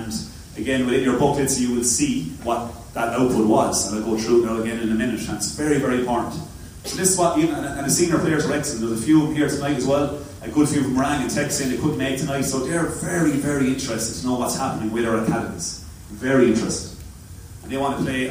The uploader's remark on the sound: At Academies Launch. Apologies for the quality of the recording.